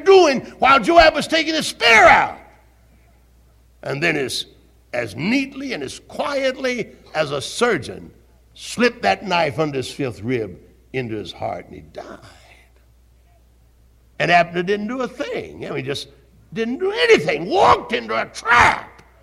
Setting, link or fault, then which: setting, live audience